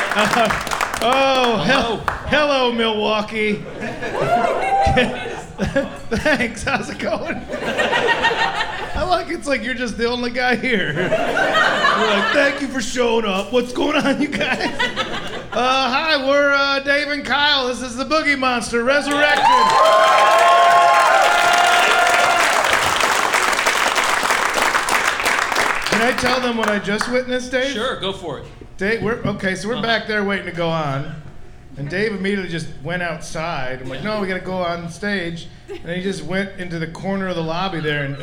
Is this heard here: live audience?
yes